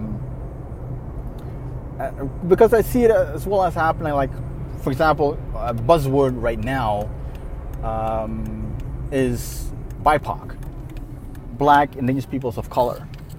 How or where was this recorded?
inside a vehicle